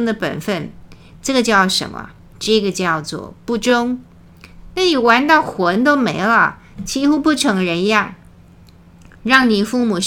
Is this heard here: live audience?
no